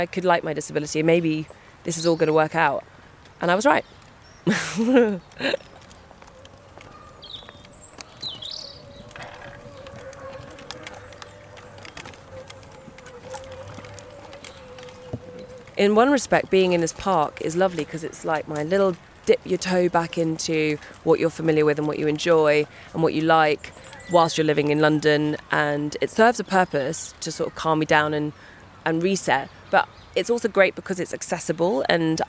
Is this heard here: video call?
no